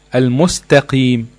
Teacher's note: بنفس التجويف الفمي اللي نطق حرف التاء ينطق حرف القاف